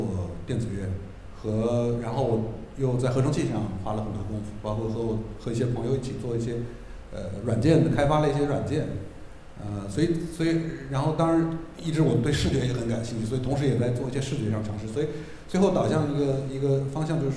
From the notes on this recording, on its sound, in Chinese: 凯迪拉克·上海音乐厅“乐无穷”分享会的实况录音。提供现场声音收录与播客发布许可。41:49 观众提问：爵士乐进古典音乐厅，会有不适吗？声音收录/题图照片：上海音乐厅。